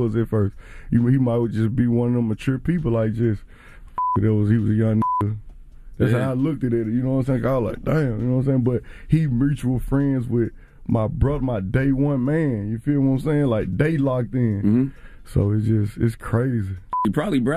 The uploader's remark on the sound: Afterwards we opened up the phone lines to see what our listeners first look at when it comes to first meeting someone.